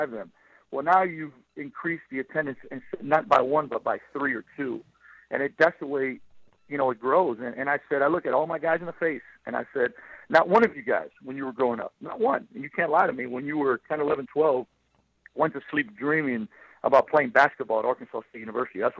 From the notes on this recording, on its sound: LIVE on the Back In Action Hotline. On RWRC Radio on The Ticket 95.3 Fm/970 AM, Ritter Communications, Tubetown 21!